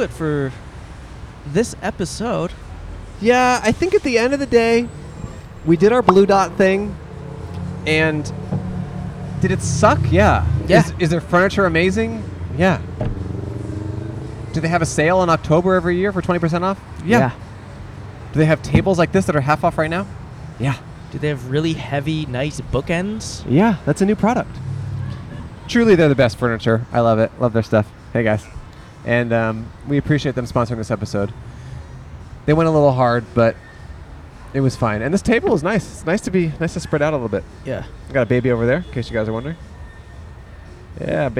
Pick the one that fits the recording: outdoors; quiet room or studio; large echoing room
outdoors